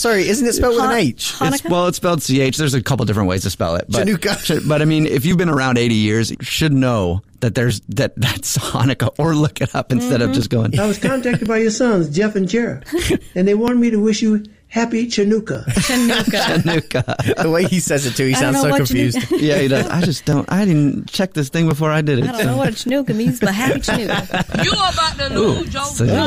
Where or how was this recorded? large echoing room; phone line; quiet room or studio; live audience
phone line